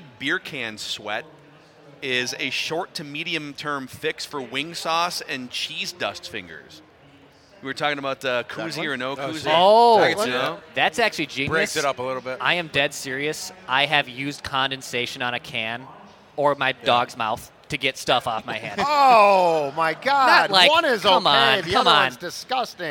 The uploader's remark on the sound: Live from the Minnesota Golf Show! Live and in-person from the Minnesota Golf Show.